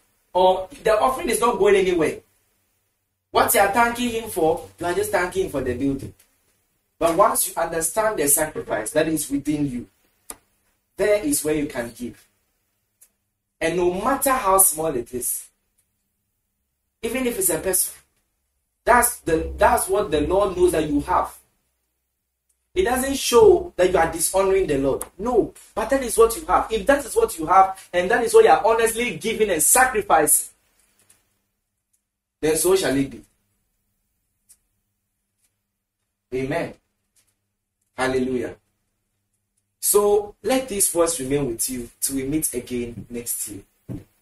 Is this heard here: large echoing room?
yes